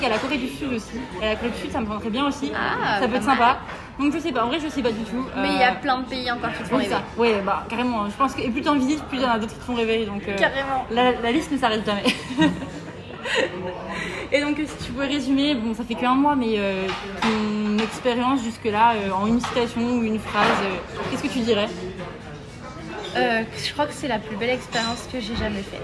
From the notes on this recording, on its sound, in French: il y a bcp de bruit de fond ou nous avons enregistré l’épisode